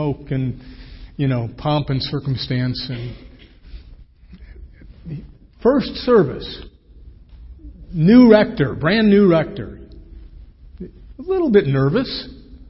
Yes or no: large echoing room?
yes